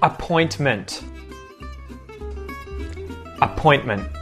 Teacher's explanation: words that have NT within them, where the T gets muted